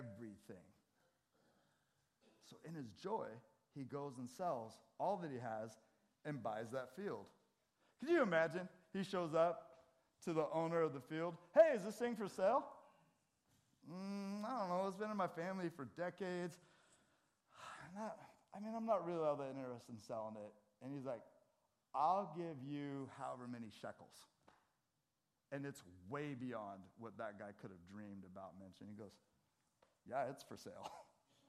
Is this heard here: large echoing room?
yes